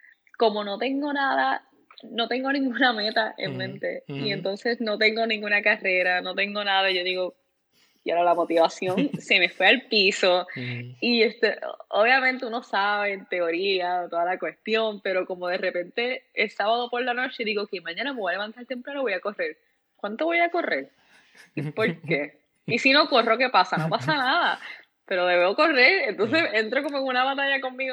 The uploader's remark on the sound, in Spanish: La calidad usual de audio se nos fue esta semana por un boquete